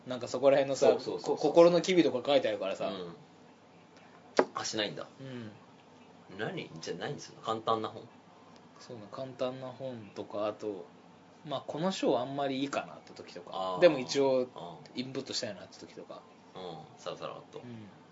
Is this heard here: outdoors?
no